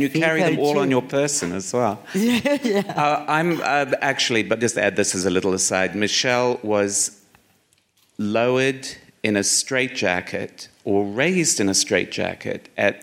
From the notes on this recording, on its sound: on stage at VOICES